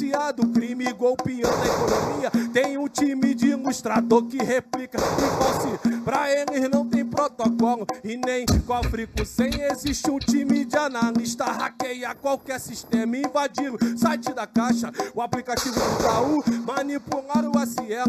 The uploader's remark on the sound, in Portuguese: Ao vivo na Roda de Funk. Live entre Amigos e Convidados.